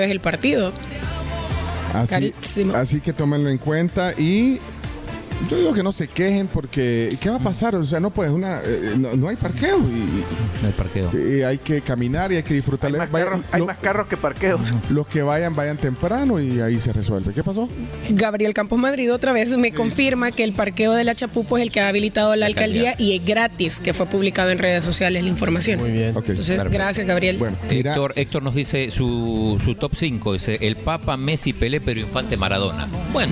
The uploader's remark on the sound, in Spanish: Transmisión de La Tribu en vivo desde el Hotel Real Intercontinental, sede del Inter de Miami